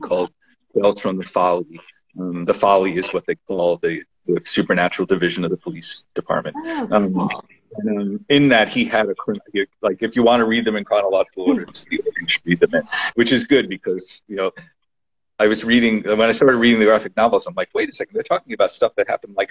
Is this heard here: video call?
yes